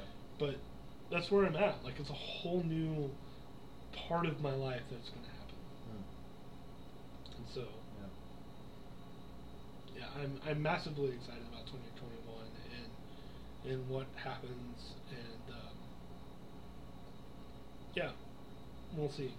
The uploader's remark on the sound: lots of technical issues.